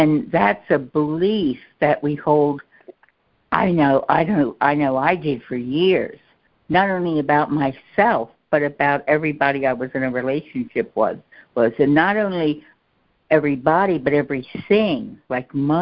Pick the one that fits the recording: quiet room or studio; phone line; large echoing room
phone line